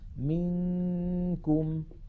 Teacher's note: منكم المثال الثالث أيضا نون ساكنة بعدها كاف، انتقلنا من الميم إلى مخرج الكاف ولم ننطق كافا بل نطقنا غنة